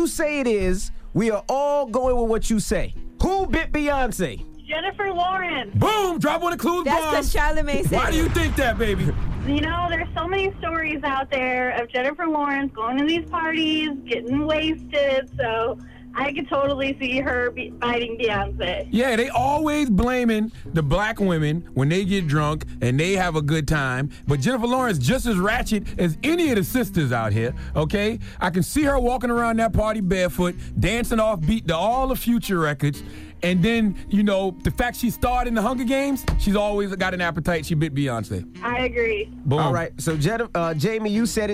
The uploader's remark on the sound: We opened the phone lines to see if our listeners had any thought of who it might be.